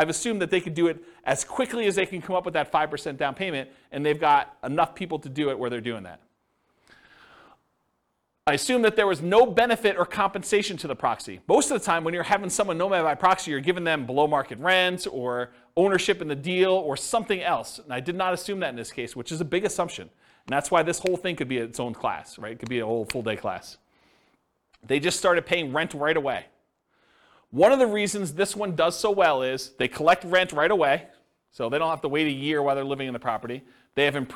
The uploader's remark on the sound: This was a live class recorded